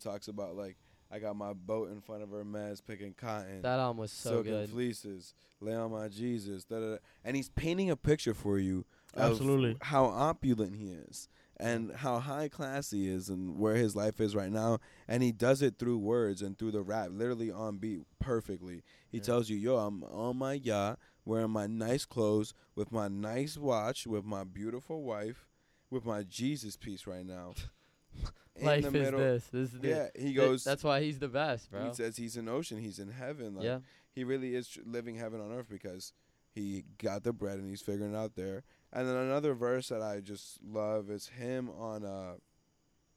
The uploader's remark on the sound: Recorded live outside